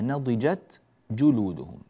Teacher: أن الجيم هنا ليست مشددة وإنما مضمومة فقط